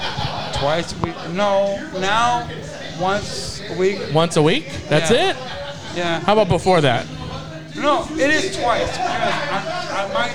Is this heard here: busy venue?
yes